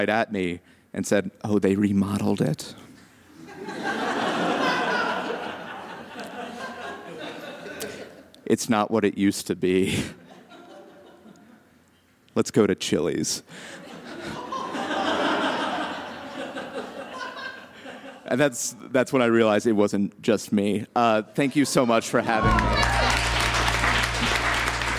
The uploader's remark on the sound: told live on 24 June 2017 at the McNichols Building in Civic Center Park